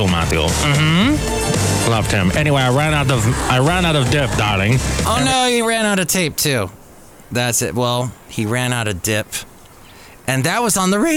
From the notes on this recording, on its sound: podcasts live from Café Anyway